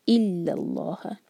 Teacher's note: الا دو سلیبل والا ورڈ، ای پر زور دیا جائے گا